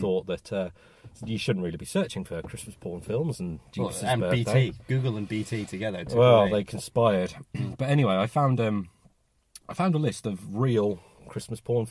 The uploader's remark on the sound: Christmas Carcast